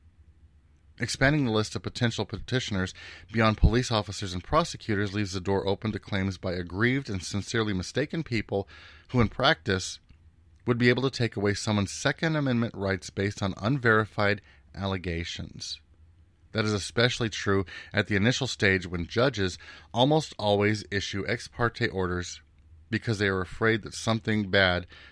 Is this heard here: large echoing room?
no